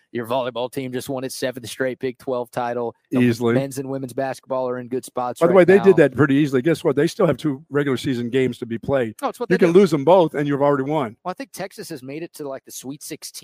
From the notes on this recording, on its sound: LIVE from the brand new Academy in Hutto!